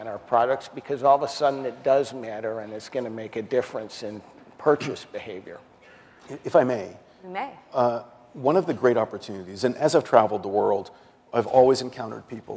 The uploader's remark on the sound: The best of live interviews from GreenBiz events.